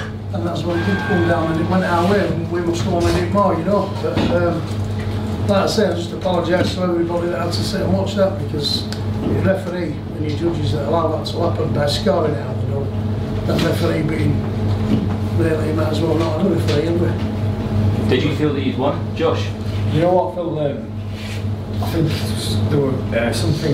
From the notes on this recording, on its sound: post-fight press conference from Leeds